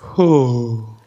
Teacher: versuch mal etwas zarter, dass du Ho, fast verhaucht, sehr leise, sehr ruhig reingehst